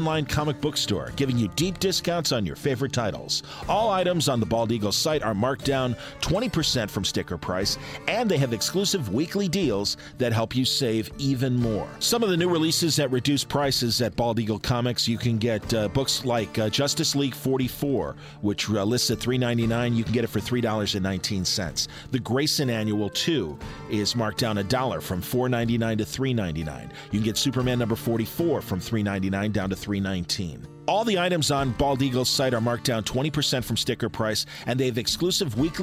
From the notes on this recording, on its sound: The Batman V Superman Panel from Cincy Comicon.